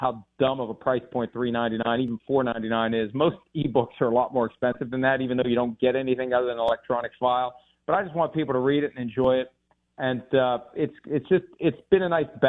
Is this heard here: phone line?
yes